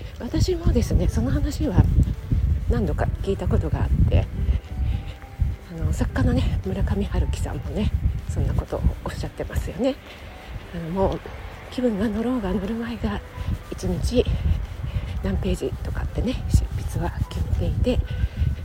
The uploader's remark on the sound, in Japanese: 外収録のため風の音が入ってます